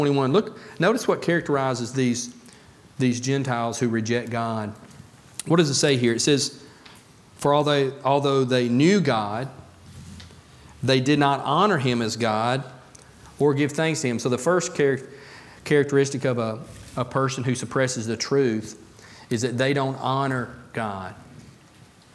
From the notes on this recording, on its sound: A message about being thankful from the Pulpit of Beaver Baptist Church in Brighton, Tn.